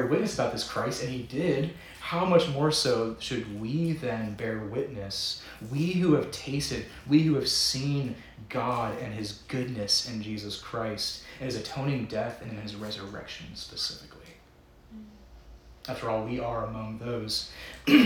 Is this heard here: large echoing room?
yes